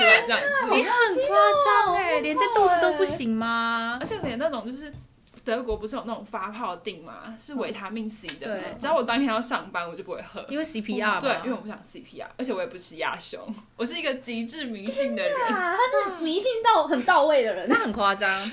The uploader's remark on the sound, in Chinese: 很破的錄音設備跟虛脫的聲音。我們真的是趁著下班時間錄製的。